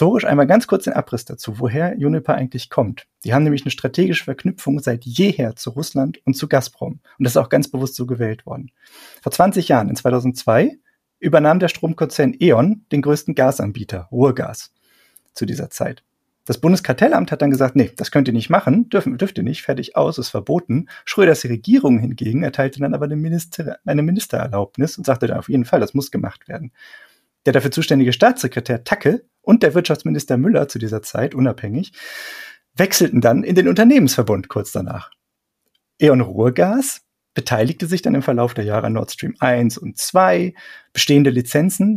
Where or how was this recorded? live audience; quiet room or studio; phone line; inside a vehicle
quiet room or studio